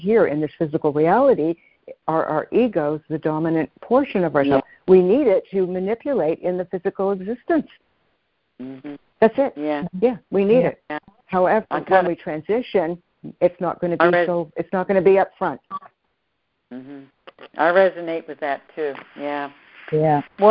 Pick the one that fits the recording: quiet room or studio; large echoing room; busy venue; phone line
phone line